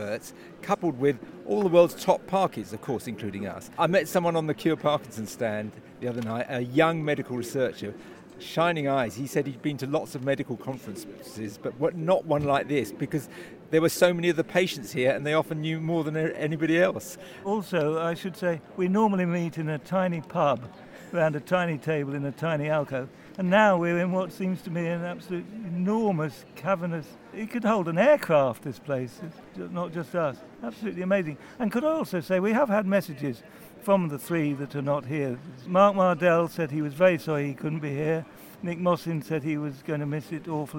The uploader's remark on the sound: Barcelona for the World Parkinson Congress. From the floor of the conference.